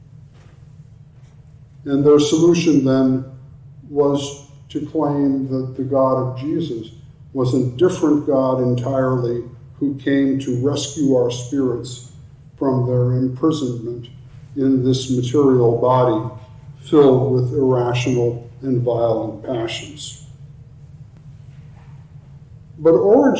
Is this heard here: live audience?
yes